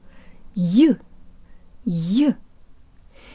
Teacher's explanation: We can make it sound Russian by narrowing the space between our tongue and the roof of our mouth and putting more air through. · Term: Y sound